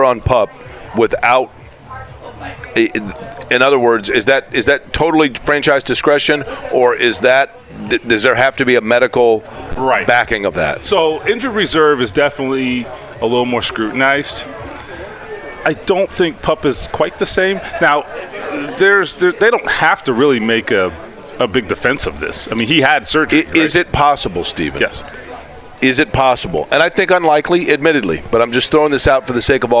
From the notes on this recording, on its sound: Join us at Colts Camp. Joins us at Colts camp.